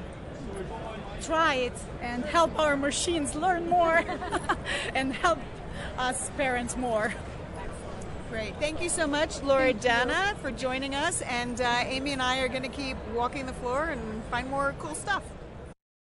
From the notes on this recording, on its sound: Walking the floor at CES in Las Vegas.